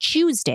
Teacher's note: he would always pronounce the word Tuesday with a CH in the front